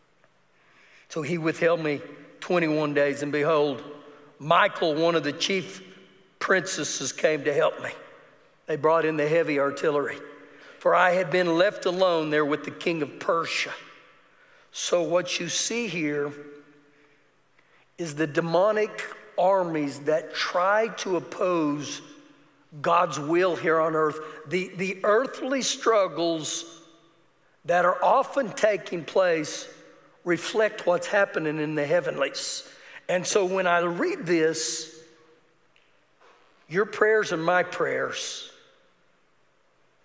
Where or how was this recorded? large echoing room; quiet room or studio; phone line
large echoing room